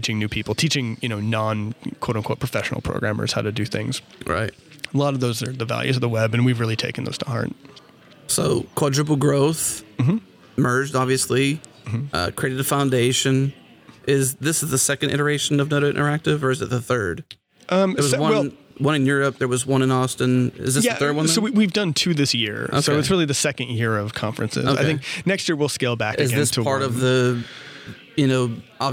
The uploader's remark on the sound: recorded at Node Interactive 2016